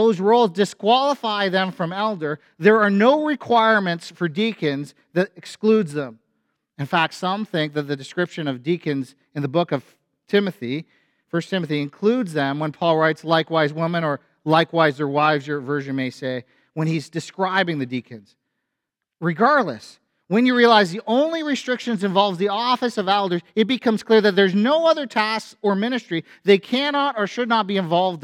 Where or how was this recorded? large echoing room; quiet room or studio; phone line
large echoing room